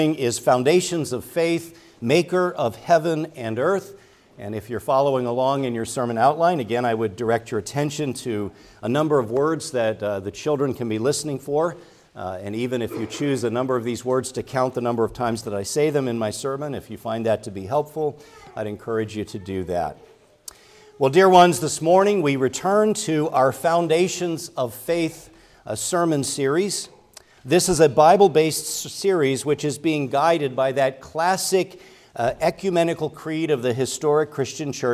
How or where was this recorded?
large echoing room